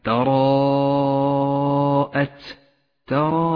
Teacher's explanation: تراءت، ولاحظ الألف المفخمة في هذه الكلمة تراءت، فخمت الألف هنا لأنها سبقت بحرف مفخم وهو الراء، والألف كما علمت تتبع ما قبلها في الترقيق والتفخيم.